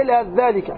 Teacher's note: الإدغام الكامل للثاء في الذال في قوله تعالى يلهث ذلك هذا مرة بنا.